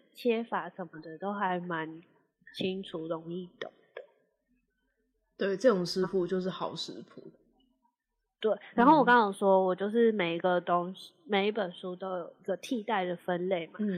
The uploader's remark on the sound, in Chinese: 這集其實是舊存檔，之前在Youtube直播。音質就是早期的地獄音質，我盡量把聲音調整到勉強可以接受了。